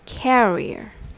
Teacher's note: Carrier has three syllables. Carrier. This time the stress is on care.